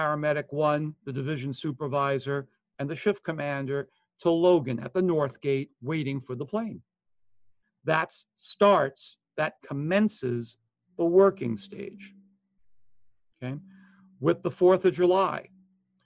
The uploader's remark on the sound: Online Session Audio